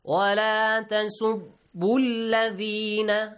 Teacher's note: You ignore the waw, you ignore the alif, you ignore hamzat al-wasl, you join ba, bu, to lam. وَلَا تَسُبُّ الَّذِينَ Not بُّ الَّذِينَ Don't read the waw.